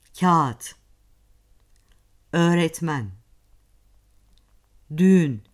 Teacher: Yumuşak G ise sözcük içerisinde söyleyişte yitirilir ve kendinden önceki ünlüyü uzatır.